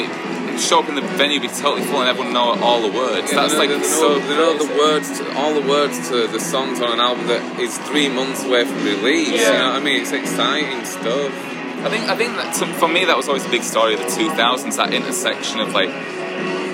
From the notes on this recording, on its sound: Live set beside us on the main stage. Just Like Heaven Fest '22.